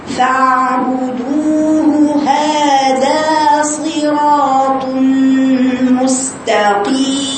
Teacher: ضمة الهاء الأولى وفتحة الهاء الثانية دي الاثنين هاء ما تضغط ما تعمليش إضغام في الهائين ما تقوليش فاعبدوه هذا ما تضيعيش الهاء الأولى فاعبدوه هذا صراط مستقيم هات الهاء من مخرجها لو ما ضيقتيش